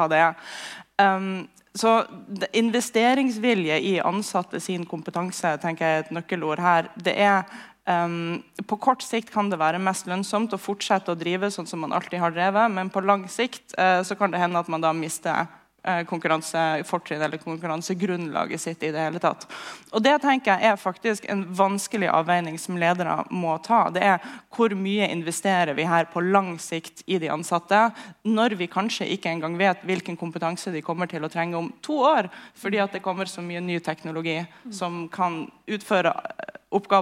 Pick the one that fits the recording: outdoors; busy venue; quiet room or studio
busy venue